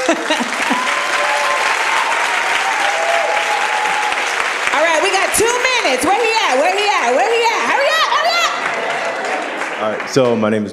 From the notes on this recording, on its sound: LIVE at the Kennedy Center. This week we take you to the Kennedy Center in Washington DC for a live recording of Small Doses.